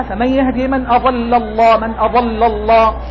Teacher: تقول فمن يهدي من أضل الله، هذه اللام واقعة بين تفخيم الضاد وتفخيم لفظ الجلالة، وعامة من يقرأ من الطلاب من غير انتباه فمن يهدي من أضل الله من أضل الله، تقع اللام تفخم لوقوع بين مفخمين